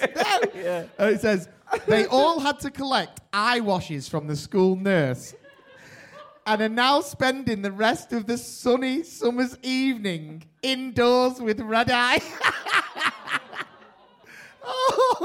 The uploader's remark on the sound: We have kicked off the new season with a special LIVE Podcast Episode we recording on Friday 3rd September as part of the London Podcast Festival. A massive thank you to everyone who came along or tuned.